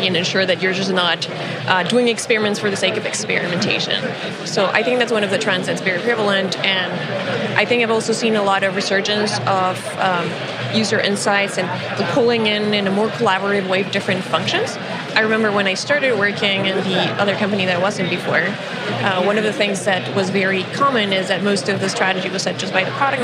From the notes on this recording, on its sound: Live from Collision Conference 2018: North America’s Fastest Growing Tech Conference.